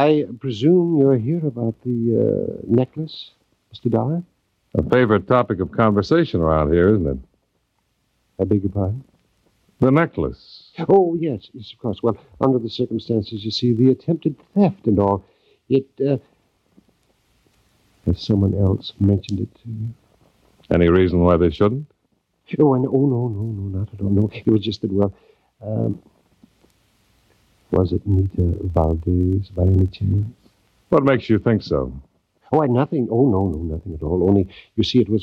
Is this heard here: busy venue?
no